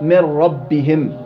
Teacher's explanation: إذا ذهب ذات الحرف المضغم وصفته يسمى إضغام كامل زي من ربهم. النون ذهبت ذاتا فأصبحت راء صح وذهبت صفة النون ألا وهي اللي هي الغنة